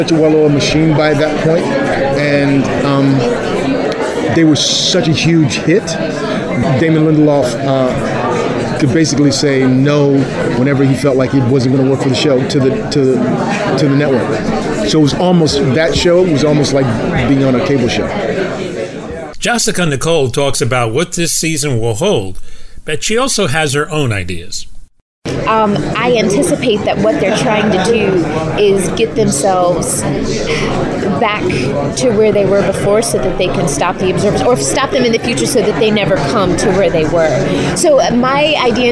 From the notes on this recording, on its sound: Recorded at San Diego Comic Con.